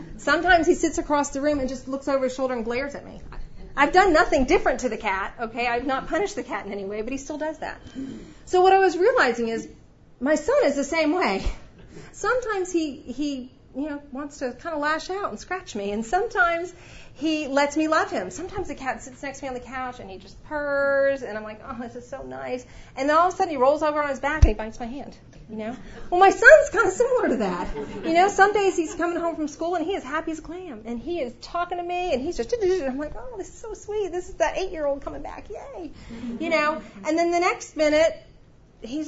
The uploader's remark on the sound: The following audio comes from the 2016 National Disciple Making Forum with Discipleship.org. One of those 10 tracks was hosted by Downline Institute.